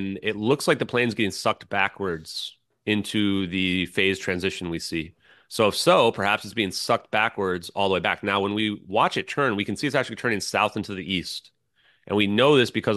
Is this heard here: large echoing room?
no